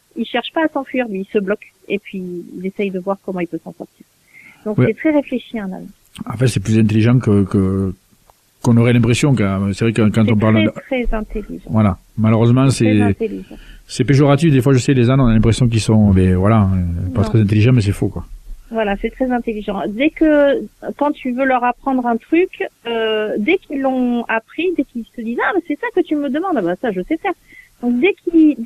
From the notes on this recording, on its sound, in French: reçoit par téléphone